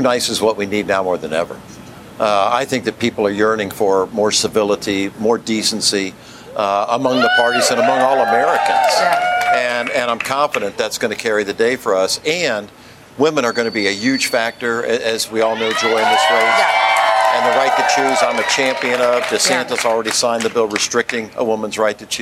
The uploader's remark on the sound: a live broadcast from the Hall on the Yard in Orlando, Florida